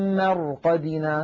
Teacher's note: نلاحظ أن الراء ساكنة قبلها مفتوح فنفخمها وكأنها راء وكأنها مفتوحة، ساكنة قبلها مضموم نعاملها معاملة المضمومة، مثلا إيش القرآن، القر نعاملها معاملة رو.